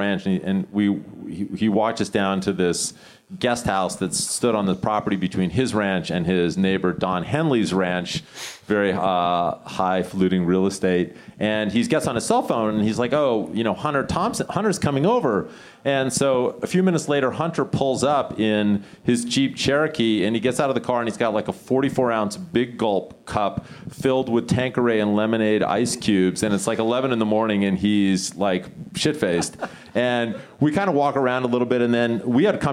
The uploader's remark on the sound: Recorded June 9, 2018 at the ATX Television Festival, Austin TX.